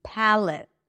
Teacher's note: It's a light L, although it's darker for many speakers. Pala, schwa, palate, palate.